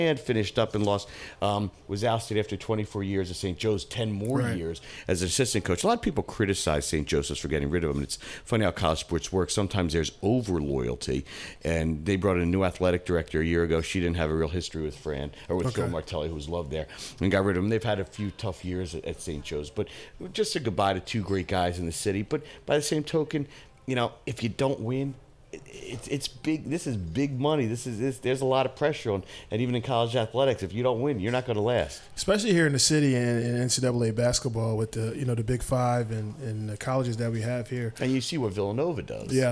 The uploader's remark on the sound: Live from Somo SoPhi